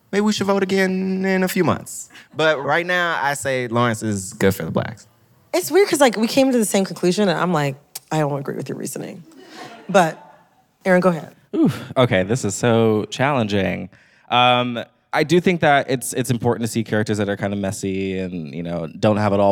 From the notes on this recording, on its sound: Recorded live at the Now Hear This Podcast Festival.